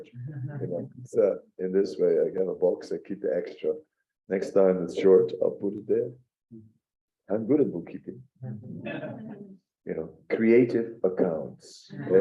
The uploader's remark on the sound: Zoom Meeting. Radhadesh.